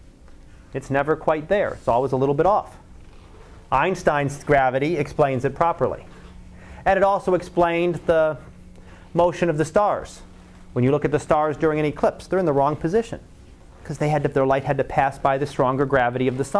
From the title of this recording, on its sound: Live Class Lecture